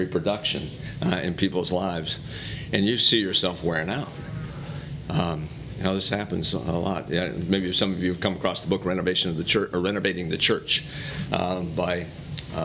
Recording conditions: live audience